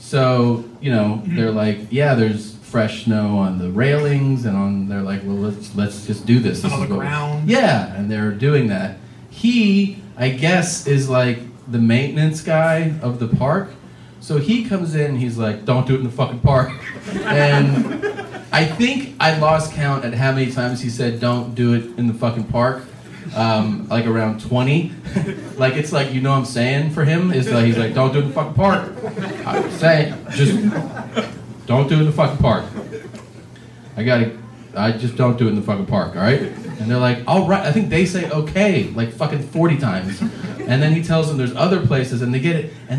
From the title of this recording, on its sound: Live From Vancouver